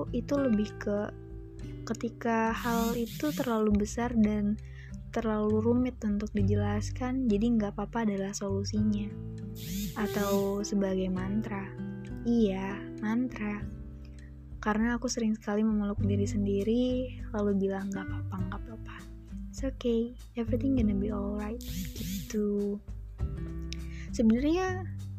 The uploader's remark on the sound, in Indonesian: Maaf banget untuk suara notifikasi yang menganggu, karena ini sekali take jadi gapapa di post!